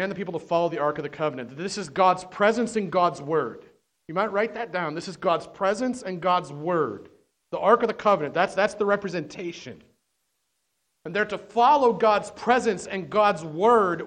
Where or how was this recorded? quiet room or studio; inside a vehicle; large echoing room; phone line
large echoing room